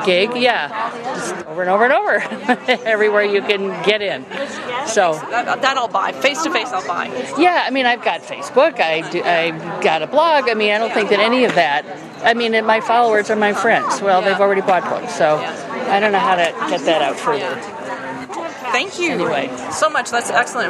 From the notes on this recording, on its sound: Chatting with some Indie Authors at the 2017 Tucson Festival of Books.